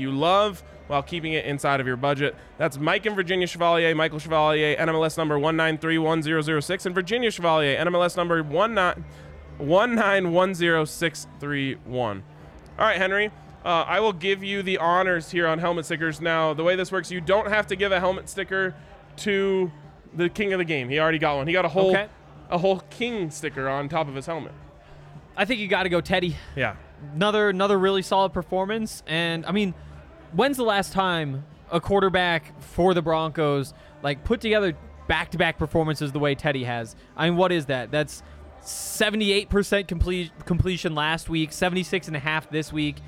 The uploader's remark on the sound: live from the DNVR Bar